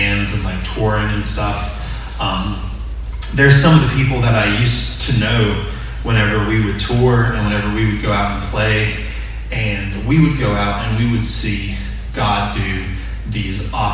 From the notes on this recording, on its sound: Morning worship service.